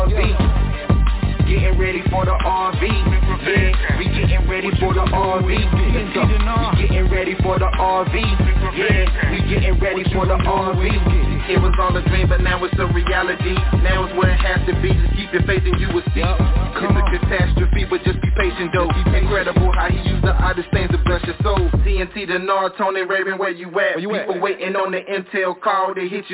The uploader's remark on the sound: TNTSuperfantastic Conference Call.